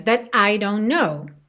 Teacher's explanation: Aqui ela poderia ligar that I don't know, mas ela não liga. Ela faz uma pausa bem curtinha.